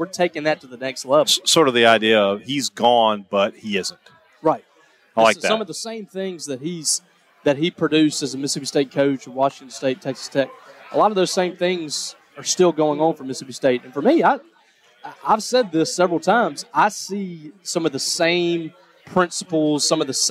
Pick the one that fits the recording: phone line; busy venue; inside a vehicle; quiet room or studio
busy venue